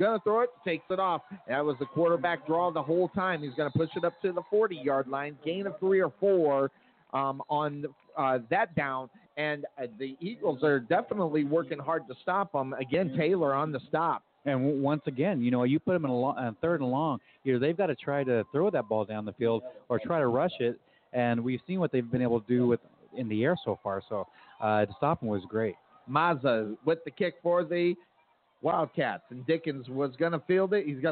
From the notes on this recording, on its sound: Live Play-by-Play LIVE from HBJ Stadium